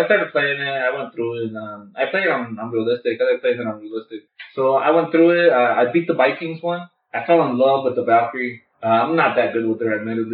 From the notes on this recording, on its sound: Apologize for the sound quality. We are working to get the sound quality better.